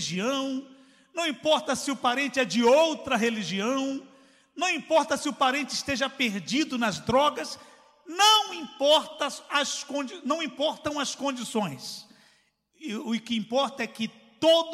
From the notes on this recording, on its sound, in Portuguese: CULTO AO VIVO.